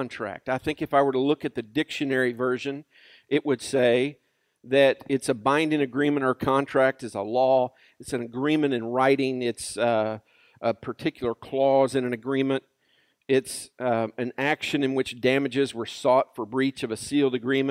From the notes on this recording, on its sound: Recorded live at Freedom Fellowship Church in Tontitown, Arkansas on Sunday, September 6, 2020.